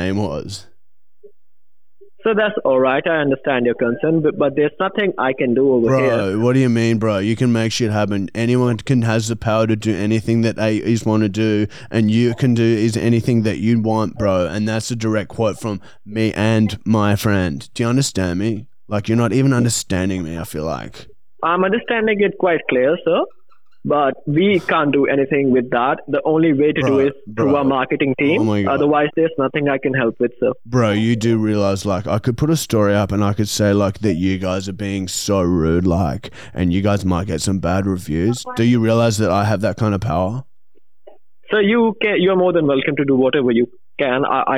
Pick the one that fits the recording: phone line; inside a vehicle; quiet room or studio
phone line